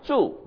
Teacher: If you go straight down, zhu, it means to live.